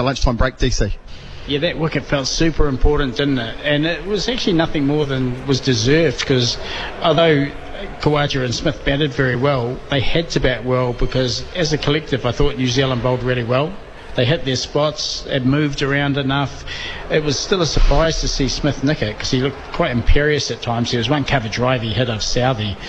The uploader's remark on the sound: Live from the Basin Reserve in Wellington for a 'BYC Tea Break Special' on Day 1 of the 1st Test between the Black Caps & Australia.